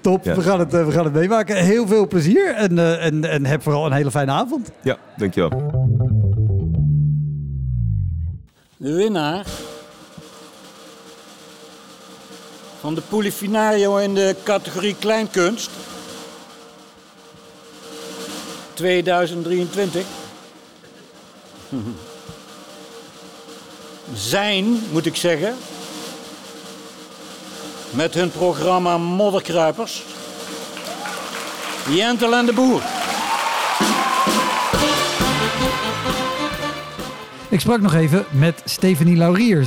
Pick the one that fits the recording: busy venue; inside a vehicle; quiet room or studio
busy venue